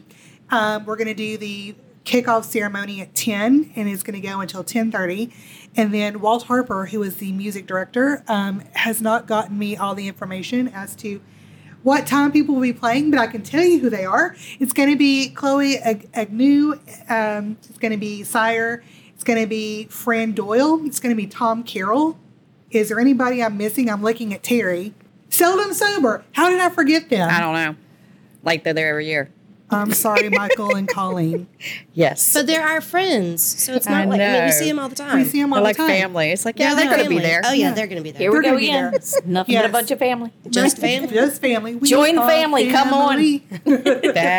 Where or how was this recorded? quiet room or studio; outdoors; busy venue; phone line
busy venue